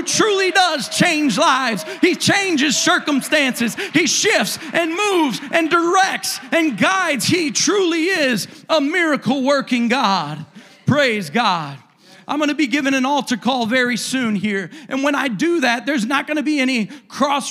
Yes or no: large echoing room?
yes